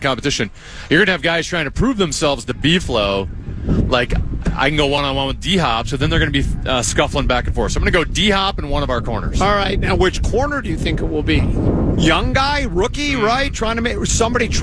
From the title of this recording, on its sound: Live From Vikings Training Camp!